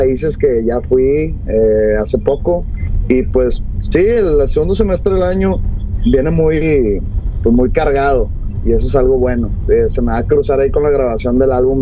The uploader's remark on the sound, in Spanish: Vuelta Capitalina con Chevrolet Trax. Lo grabamos en movimiento a bordo de la nueva Chevrolet Trax 2024 por las calles de CDMX.